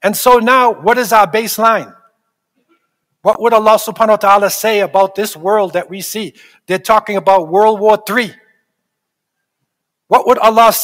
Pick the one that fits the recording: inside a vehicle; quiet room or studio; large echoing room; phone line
large echoing room